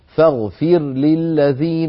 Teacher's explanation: لابد من بيان الراء عند اللام، لا ندغم الراء في اللام